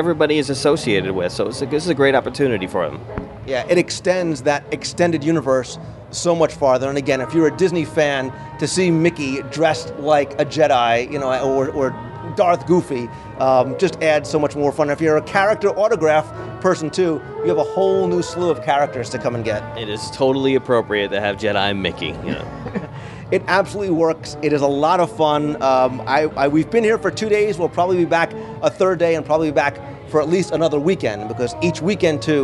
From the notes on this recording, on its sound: live from the park